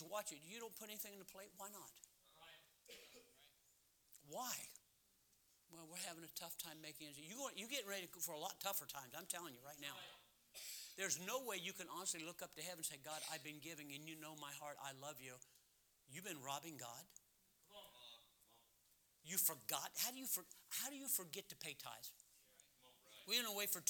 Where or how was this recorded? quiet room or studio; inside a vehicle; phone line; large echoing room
large echoing room